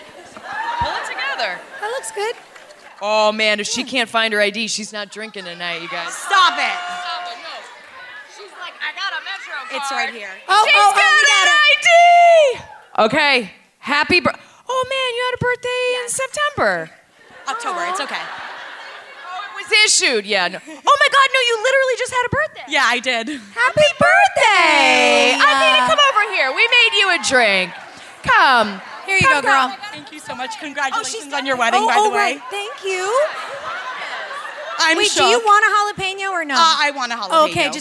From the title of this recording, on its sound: LIVE IN NYC